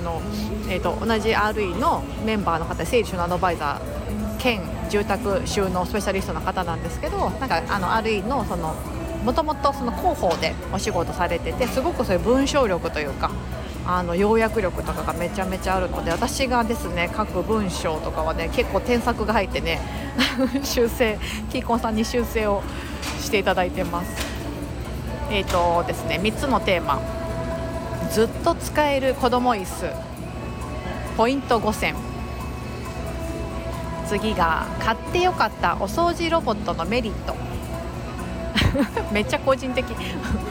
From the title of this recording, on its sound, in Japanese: 街歩き収録近所のカフェに仕事しに行く様子をお届け